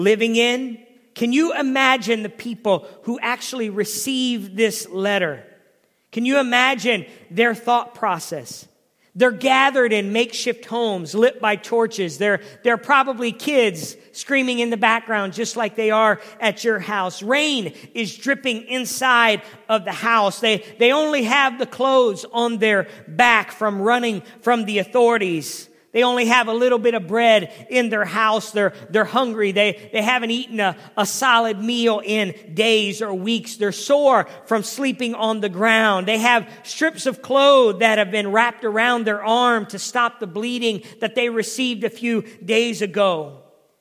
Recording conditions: large echoing room